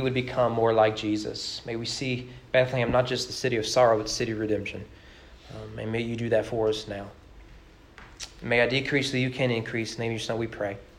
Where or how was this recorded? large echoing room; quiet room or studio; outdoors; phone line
large echoing room